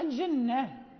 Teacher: إذا وقفنا الجنة، نقف بالهاء وهي تاء التأنيث